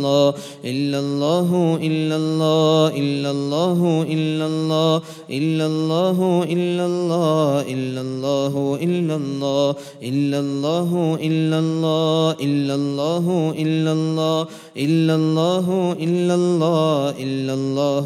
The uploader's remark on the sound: at the Houghton Masjid (West Street)